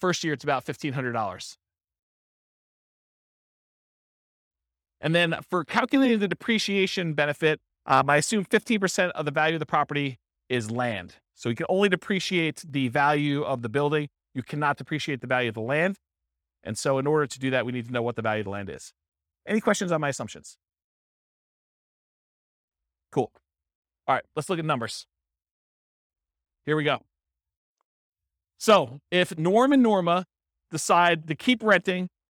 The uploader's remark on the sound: This was a live class recorded